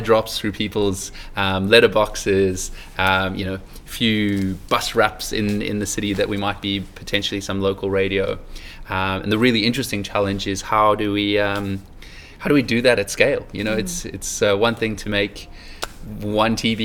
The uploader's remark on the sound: Recorded at Online Retailer 2017 in Sydney